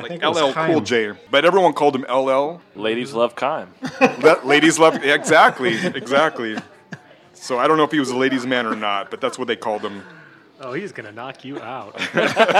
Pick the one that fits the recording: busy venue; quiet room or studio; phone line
busy venue